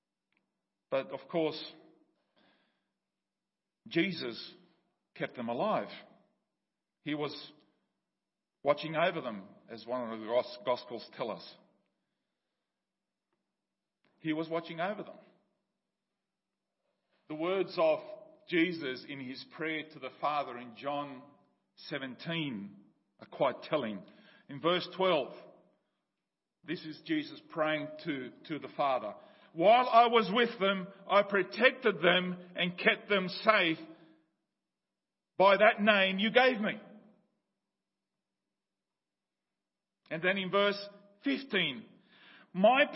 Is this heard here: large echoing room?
yes